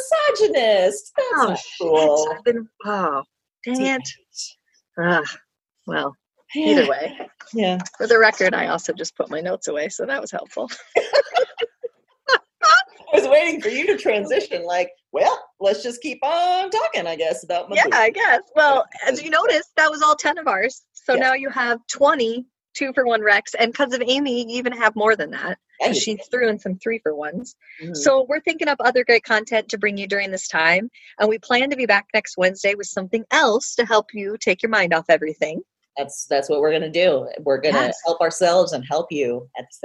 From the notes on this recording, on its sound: got on a Zoom call and recorded the second part of our special Quarantine edition of Broads and Books